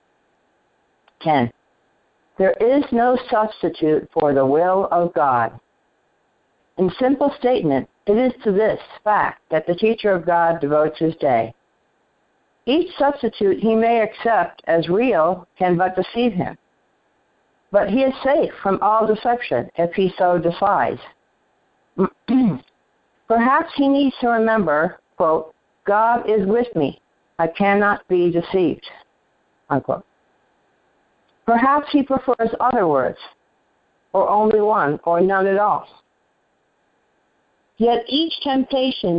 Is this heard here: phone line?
yes